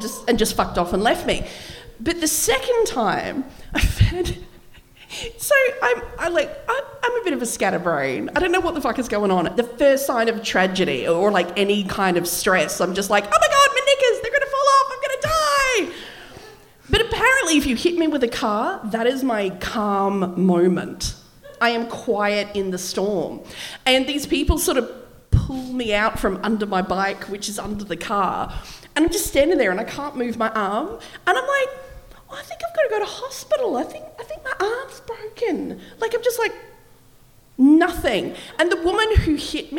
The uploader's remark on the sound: Live from the Rhino Room in Adelaide. A small but enthusiastic group.